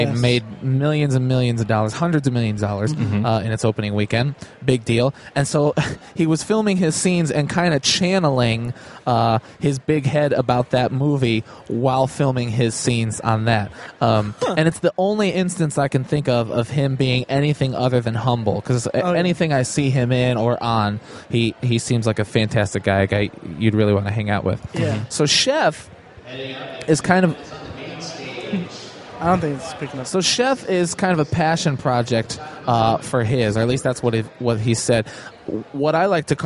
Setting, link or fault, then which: setting, busy venue